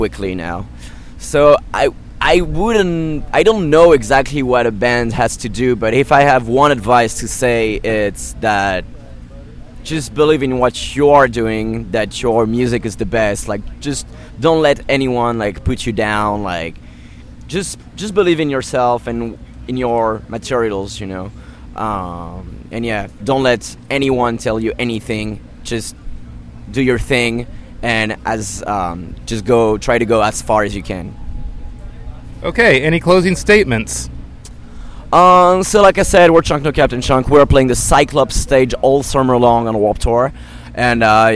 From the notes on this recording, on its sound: At Warped Tour 2016. Rock At Night Tampa Correspondents.